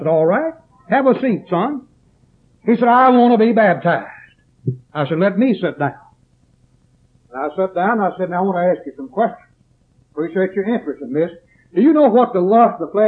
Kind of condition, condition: setting, large echoing room